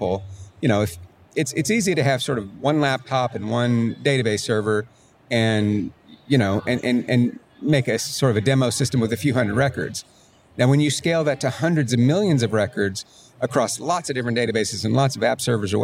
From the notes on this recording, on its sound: in a conversation recorded at MongoDB World, held last week in New York